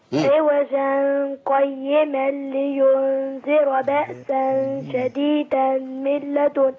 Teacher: ولو وصلنا هنخفي التنوين في القاف